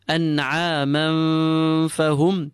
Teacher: The rule of ikhfa takes place. We pull the tanween whilst preparing our mouths for the fa.